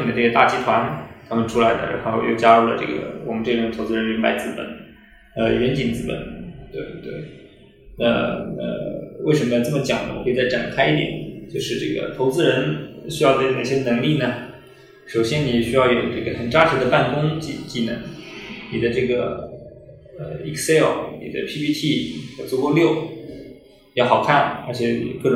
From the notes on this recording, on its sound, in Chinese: 虽然当时办公室装修还比较毛坯。本期线下录制有环境音，不影响对话内容收听。